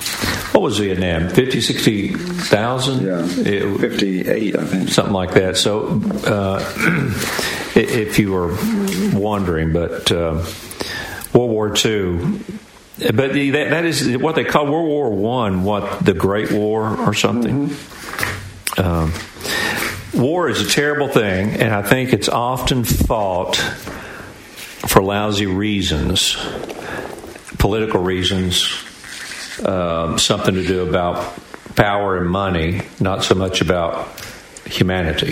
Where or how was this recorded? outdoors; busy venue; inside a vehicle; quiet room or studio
busy venue